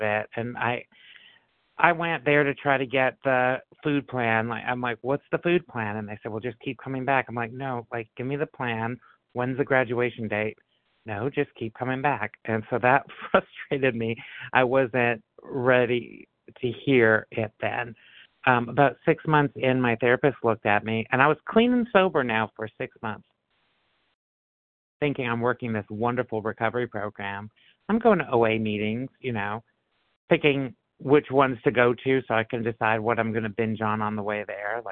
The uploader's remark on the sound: 100 Pounders Phone Meeting